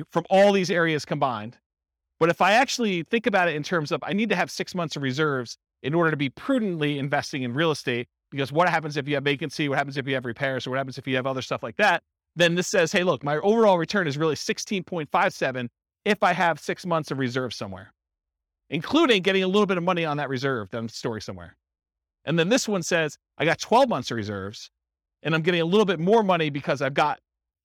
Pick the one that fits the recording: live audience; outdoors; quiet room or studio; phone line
live audience